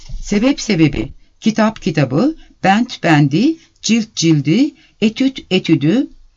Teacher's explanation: Bu gibi alıntılar ünlü ile başlayan bir ek aldıklarında kelime sonundaki tonsuz ünsüzler tonlulaşır. · Term: tonlulaşma